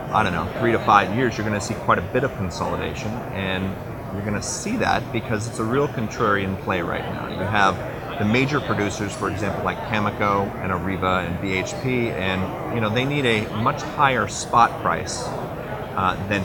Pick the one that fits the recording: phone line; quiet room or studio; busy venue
busy venue